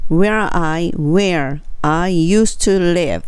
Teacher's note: where と I がつながった感じ